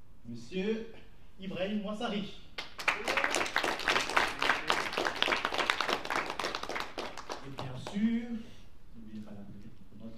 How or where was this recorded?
live audience